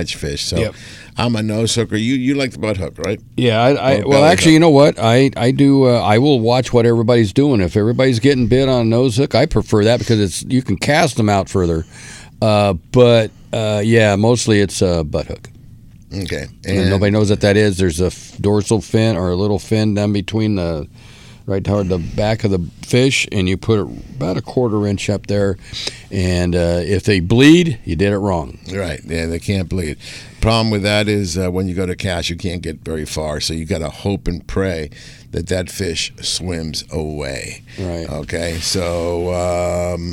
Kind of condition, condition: setting, busy venue